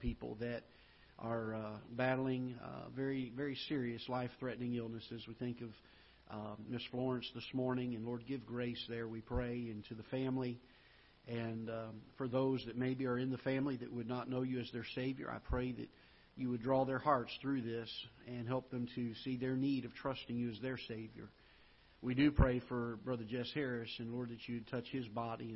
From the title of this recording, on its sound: Ketha Heights Baptist Church ~ Live Broadcast